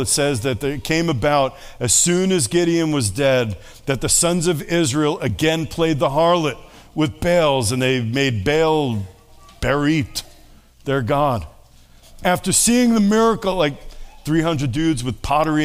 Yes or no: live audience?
yes